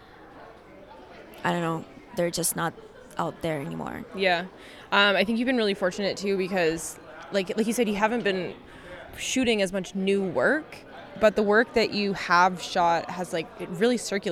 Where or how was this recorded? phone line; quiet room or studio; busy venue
busy venue